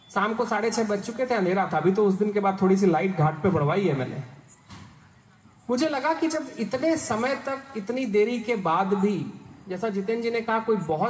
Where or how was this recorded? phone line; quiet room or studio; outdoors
outdoors